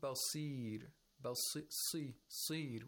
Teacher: We spread the lips while pronouncing sad with the root of the tongue raised. Of course, you should not say basir, basir. · Term: lowest level of tafkhim